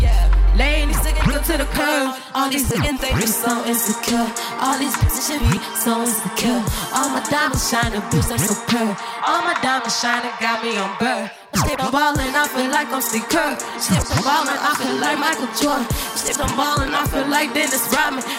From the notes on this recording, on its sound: This recording of her performance was captured back in August during Chreece 4 on the Square Cat Vinyl stage. This recording of her performance was captured back in August during Chreece 4 on the Square Cat Vinyl stage.